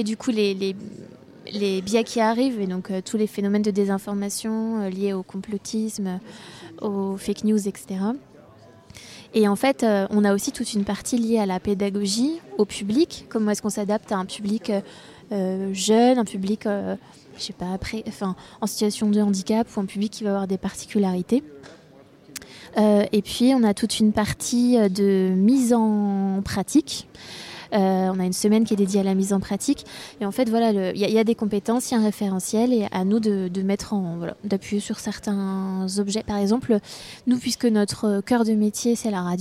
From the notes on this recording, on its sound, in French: Emission plateau en direct des Assises 2023